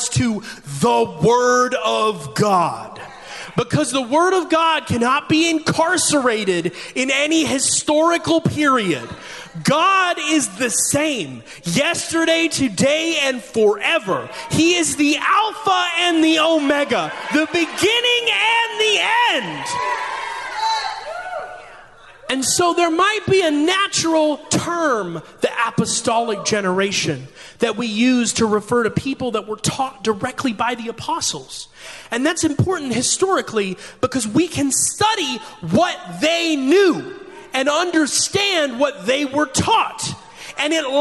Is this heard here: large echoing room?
yes